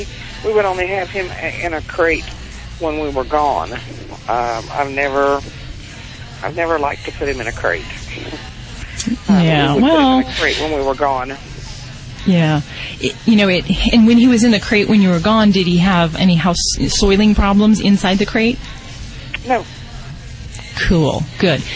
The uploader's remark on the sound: Animal Radio® is on-the-road again! This time we're live from the Queen Mary in Long Beach, California for the National Association of Professional Pet Sitters Conference. Something weird happens when the whole gang leave the studios!